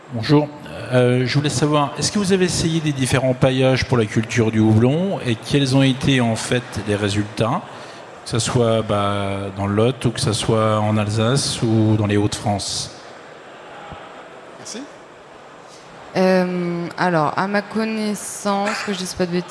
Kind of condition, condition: setting, busy venue